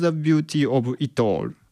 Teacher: 間のビューティーの T とオブイットっていうのはこれ T オブイットではなくて T ブイットのようにもう塊で処理されてしまうんですよね